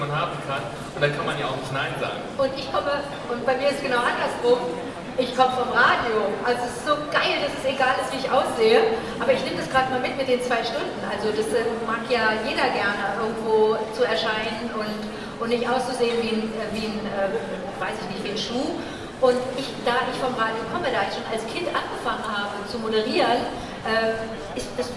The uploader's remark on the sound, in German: Hierfür habe ich kurze Live-Interviews vor Ort durchgeführt. Verschiedene Aufnahmen der Main Stage.